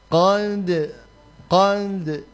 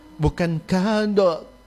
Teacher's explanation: qalqalahnya tidak perlu membulatkan bibir · Shown in: first take